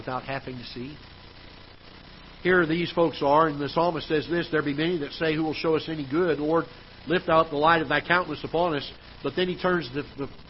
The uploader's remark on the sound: Ketha Heights Baptist Church ~ Live Broadcast